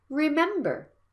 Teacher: remember, has a stress on the second syllable, and the last one is a schwa